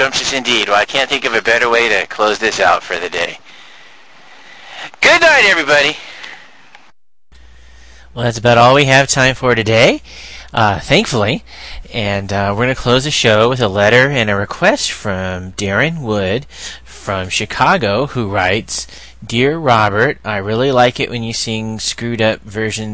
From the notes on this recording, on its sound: Live from East Portal Park